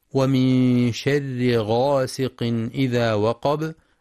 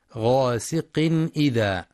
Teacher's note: بيان الإظهار الحلقي للتنوين لوقوع الهمزة بعده